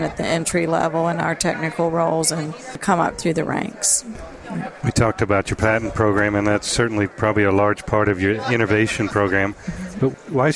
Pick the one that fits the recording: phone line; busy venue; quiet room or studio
busy venue